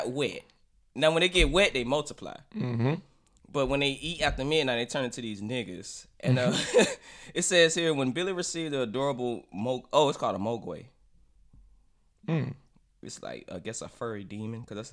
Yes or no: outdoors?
no